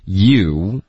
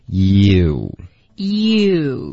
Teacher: 结尾会需要一个 u 的音嘴唇嘟起来开头呢嘴唇是分开的放松的 · Term: 滑动